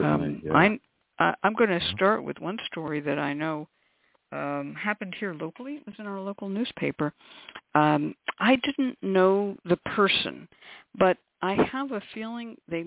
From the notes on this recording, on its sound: The Lucky Mojo Hoodoo Rootwork Hour is a real, live call-in show.